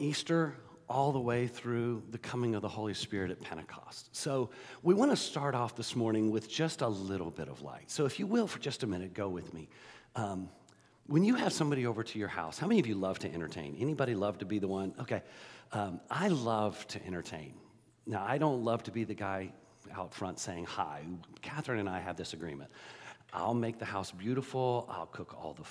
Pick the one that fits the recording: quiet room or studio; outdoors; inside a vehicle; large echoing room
large echoing room